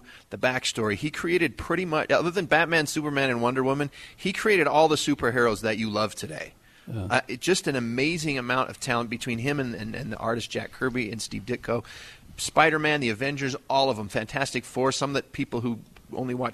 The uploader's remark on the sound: broadcasting live from The Megaplex in Sandy